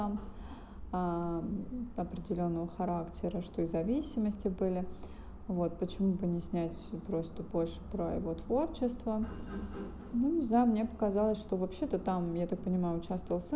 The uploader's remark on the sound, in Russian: Извиняюсь за звук стройки на заднем плане.